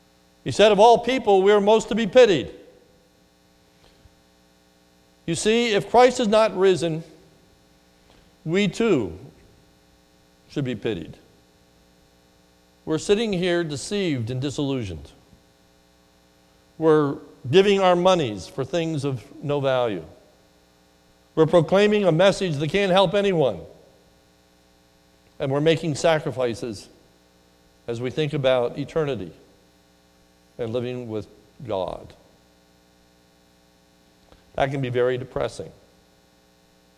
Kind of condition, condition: setting, large echoing room